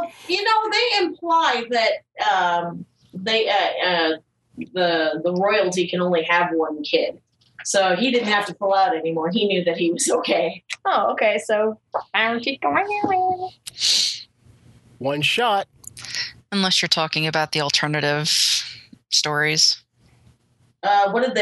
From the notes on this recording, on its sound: There are some audio issues with this podcast.